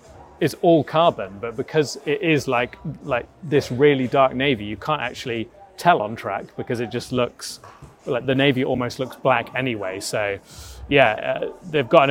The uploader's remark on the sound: We're coming to you live from Red Bull's launch